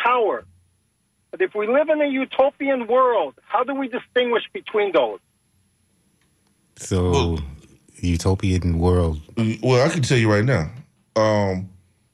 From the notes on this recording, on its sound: unique magazine format call-in show